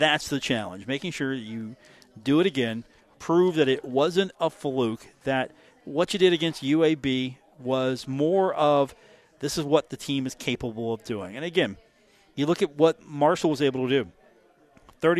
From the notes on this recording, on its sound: Broadcasting live from The Union Pub and Grill, 1125 4th Avenue in Huntington